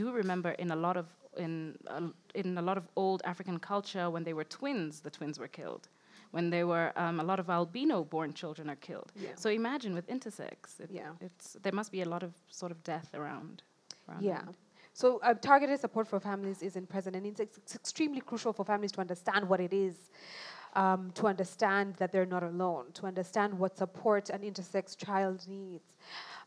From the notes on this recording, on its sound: Our first ever live recording of The Spread